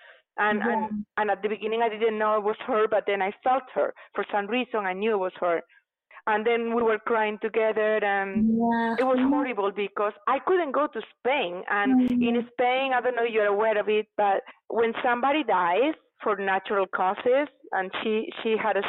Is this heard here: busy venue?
no